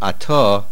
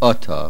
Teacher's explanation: It is to be said ato and not ota, with the accent at the end of the word. · Shown in: first take